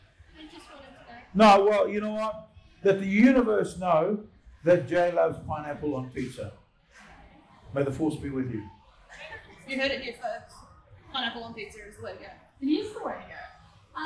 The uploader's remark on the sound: Capricon 2019. A Q & A with the audience. Apologies for the audio this week.